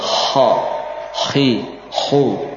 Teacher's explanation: Berbeda dengan h. H nafasnya keluar banyak.